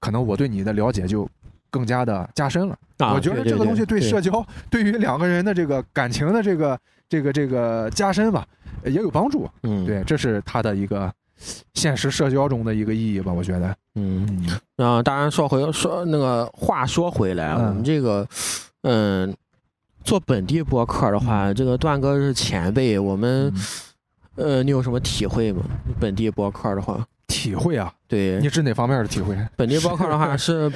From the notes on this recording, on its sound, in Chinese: 录音地点：CCPARK一层广场